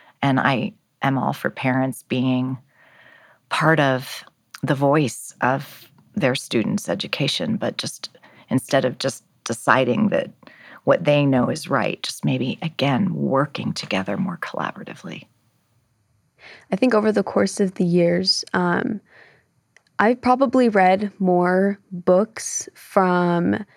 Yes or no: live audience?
no